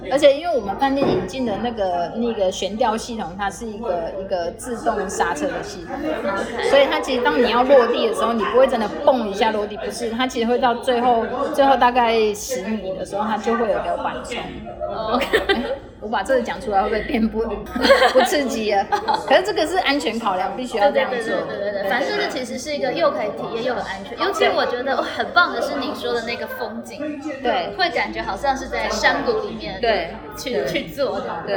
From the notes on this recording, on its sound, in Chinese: 本集錄音現場環境較為吵雜，但內容精彩難以割捨，因此已盡量作最大降噪的處理